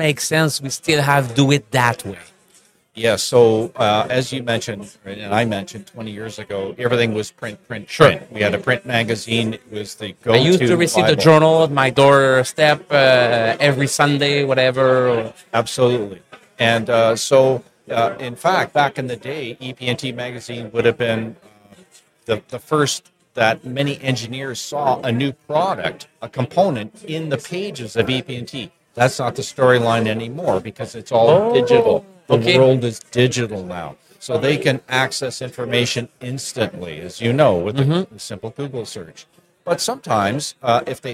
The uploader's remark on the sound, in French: En direct du Hardtech à Toronto